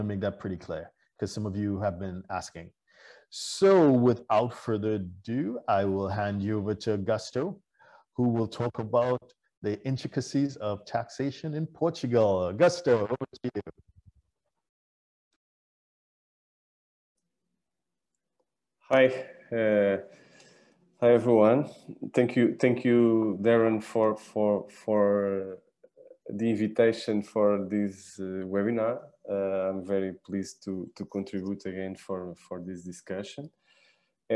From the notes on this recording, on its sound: WEBINAR. For those joining us on Zoom.